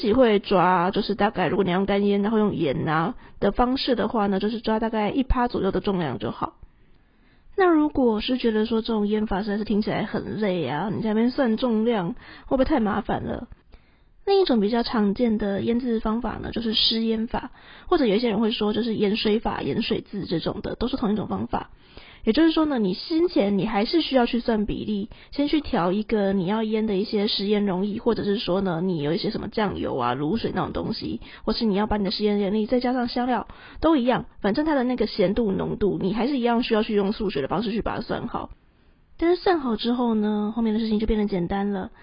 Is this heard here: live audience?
no